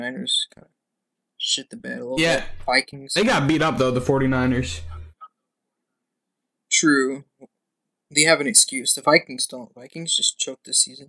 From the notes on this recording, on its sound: In this technical difficulty filled episode of the podcast.